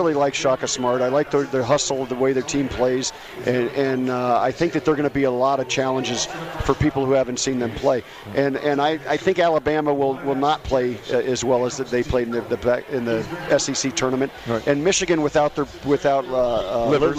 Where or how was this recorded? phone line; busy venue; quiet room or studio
busy venue